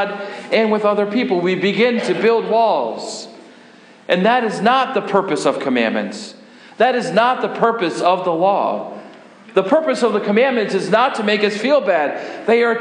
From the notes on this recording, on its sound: Sermon preached on March 8, 2015 at Faith Lutheran Church in Gardner, MA